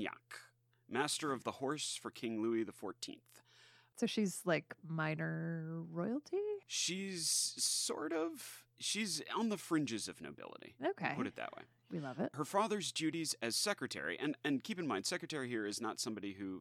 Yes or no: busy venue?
no